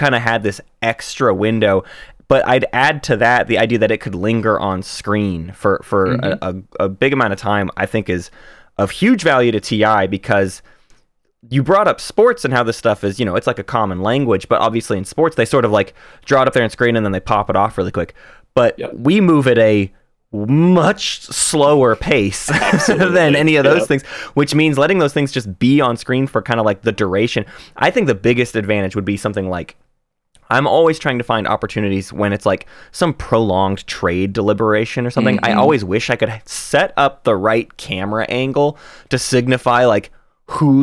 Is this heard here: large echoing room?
no